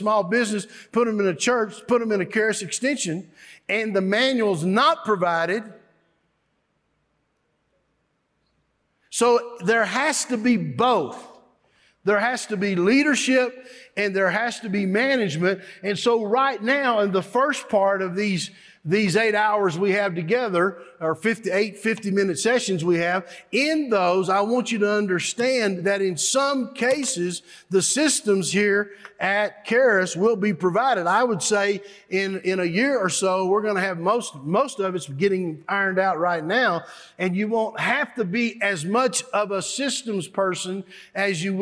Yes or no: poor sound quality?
no